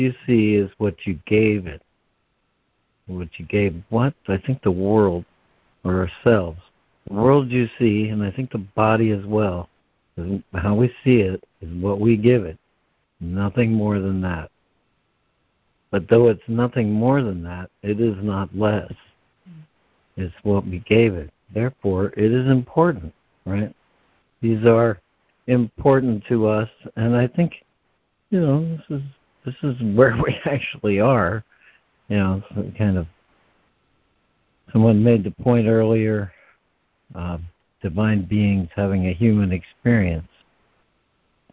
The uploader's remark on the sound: ACIM Daily Conference Call